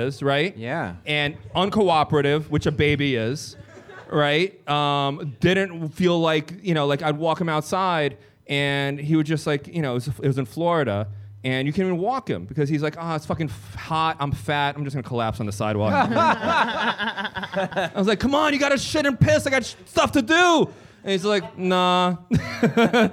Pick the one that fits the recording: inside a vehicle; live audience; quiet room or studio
live audience